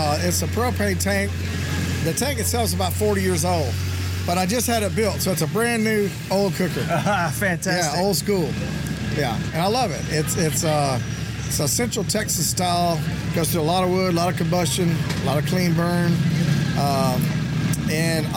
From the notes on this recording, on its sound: Live at the Hammond BBQ Challenge, Louisiana. The town was packed as the whole community came out to support the event and raise money for the local community which was heartwarming to see.